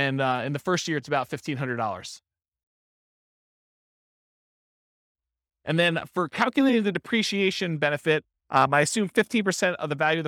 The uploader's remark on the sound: This was a live class recorded